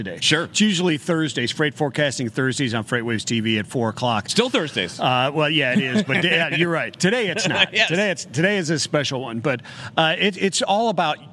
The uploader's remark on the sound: live from Global Trade Tech Day 2